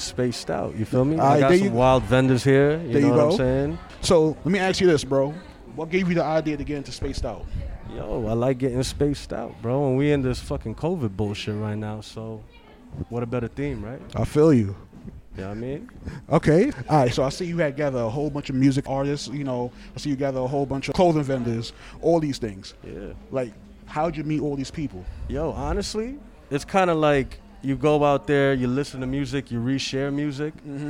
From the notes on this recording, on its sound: A live show from Nyc Lab Rats " Spaced Out" Event.